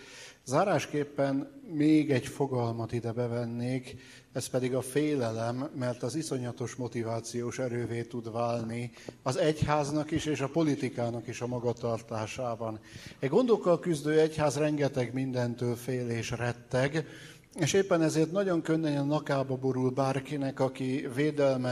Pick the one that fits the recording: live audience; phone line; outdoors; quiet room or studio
live audience